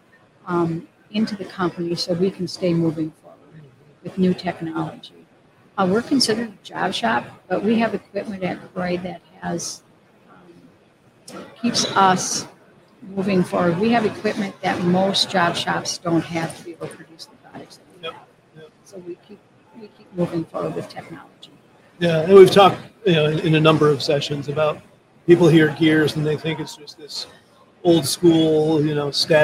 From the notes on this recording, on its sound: Our afternoon of livestreaming from the American Gear Manufacturers Association's Motion + Power Technology Expo at Huntington Place in Detroit.